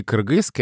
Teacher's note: Если говорить объективно, с фонетической точки зрения, то кажется это одинаково, потому что ты говоришь «к» — это согласный заднеязычный, корень языка уходит к гортани, а «ы» гласный заднего ряда, который образуется в том же самом месте